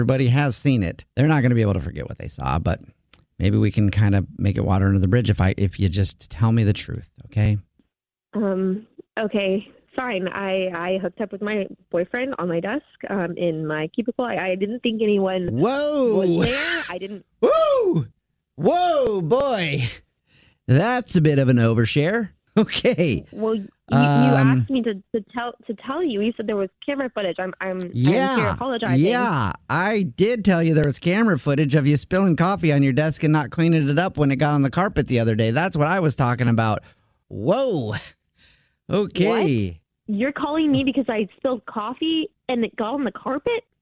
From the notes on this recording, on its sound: phone prank style